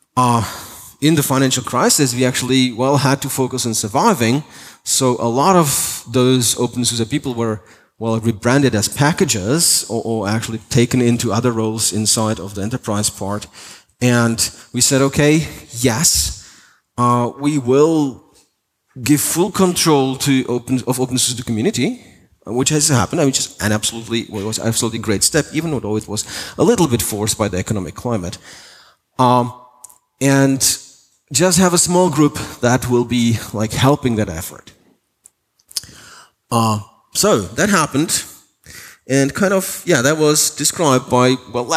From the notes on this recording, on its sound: Keynote for openSUSE Conference 2018